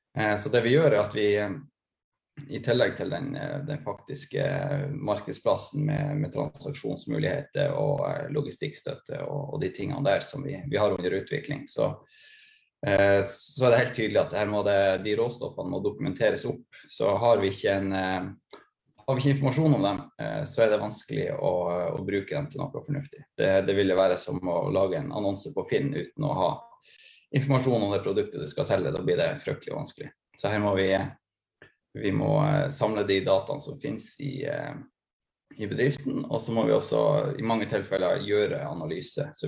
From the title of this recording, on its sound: Live Zoom